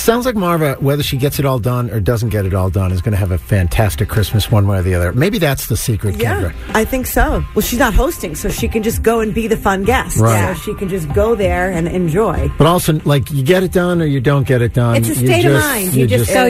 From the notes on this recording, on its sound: The MAGIC listeners called